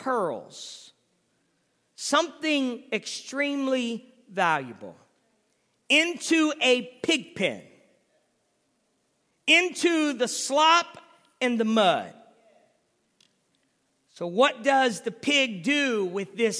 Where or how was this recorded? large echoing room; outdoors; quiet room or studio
large echoing room